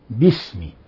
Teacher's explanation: ينبغي أن يلفظ بالباء قبل السين مخففة باسم، ولا تضغط في مخرجها، لا تقل باسم، كز عليها كما تشددها باسم، لا خطأ، وإنما باسم، ولا كذلك تقول كما تقدم باسم، فليس هناك في لغة العرب حرف اسمه الباء.